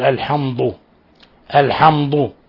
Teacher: حرف الدال من الحمد فيقول بدلا يقول الحمد يقول الحمض الحمض فيفخم الدال تفخيما يقارب يعني الضاد · Term: تفخيم حرف الدال